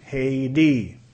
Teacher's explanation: Y la T lo pronunciamos como una D.